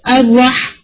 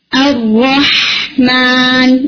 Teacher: ہا کو ٹائم دیں، ورنہ وہ پرامیننٹ نہیں ہوگا · Shown in: second take · جیسے اگر آپ اسے بولیں گے الرحمن تو وہ الرح، اور جلدی ختم کریں گے تبھی وہ پرامیننٹ نہیں ہوگا.